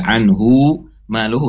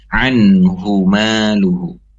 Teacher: Anhuma hu-nya tidak dua harokat · Shown in: second take · tidak anhu maluhu tidak tapi anhuma luhu nah seperti itu ya